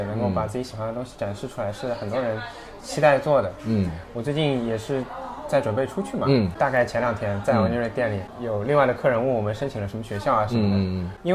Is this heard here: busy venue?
yes